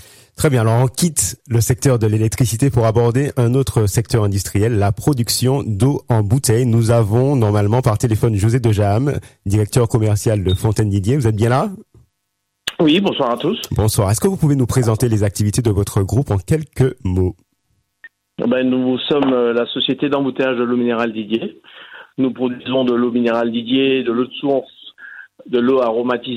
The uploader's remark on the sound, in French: par téléphone